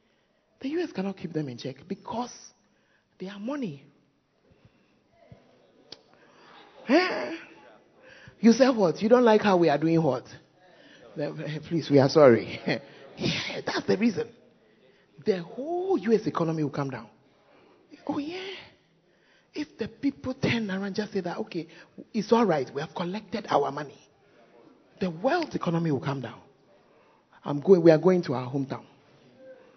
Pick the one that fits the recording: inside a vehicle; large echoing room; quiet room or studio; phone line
large echoing room